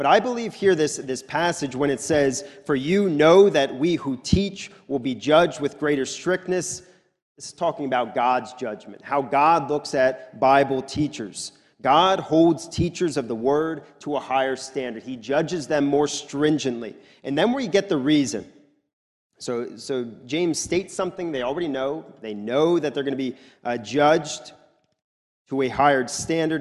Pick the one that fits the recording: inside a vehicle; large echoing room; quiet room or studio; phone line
large echoing room